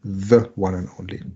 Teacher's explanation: Bei the one and only ist one eher nicht wie ein Vokal ausgesprochen, sondern eher wie ein W.